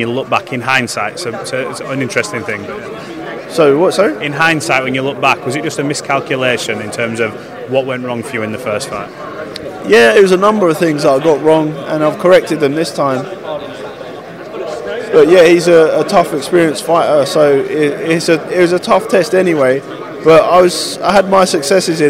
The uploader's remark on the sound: at the final press conference